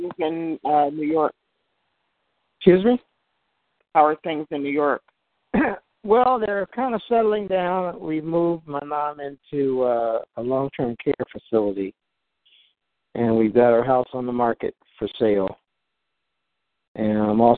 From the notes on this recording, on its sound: June 2016 EC Conference Call